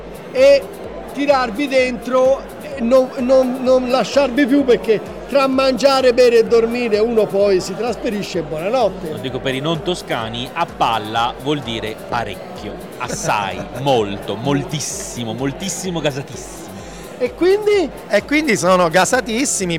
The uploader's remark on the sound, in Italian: Quasi Live da Upcycle Trail Weekend. Registrato ad inizio Novembre all'Upcycle Trail Week End, il luogo ed evento che consideriamo un po' come casa.